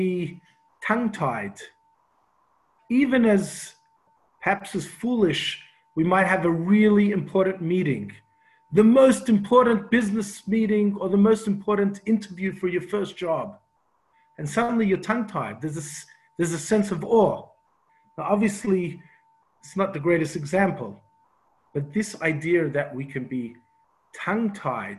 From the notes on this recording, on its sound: Zoom Class 5/10/20